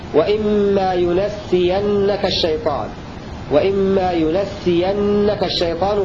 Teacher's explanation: قرأ ابن عامر فتح النون وتشديد السين